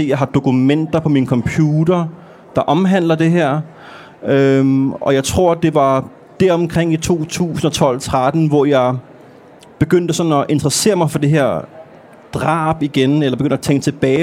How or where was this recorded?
live audience